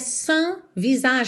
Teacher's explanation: Temos um S mudo aí nesse sans